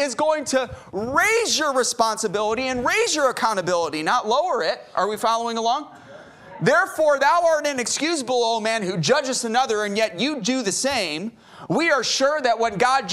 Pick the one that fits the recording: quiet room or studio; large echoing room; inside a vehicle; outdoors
large echoing room